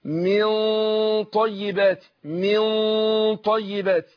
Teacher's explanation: برضو الإخفاء عند الطاء، بنفخم الغنة